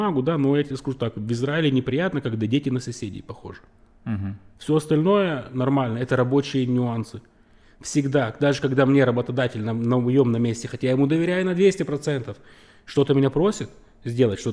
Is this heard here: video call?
no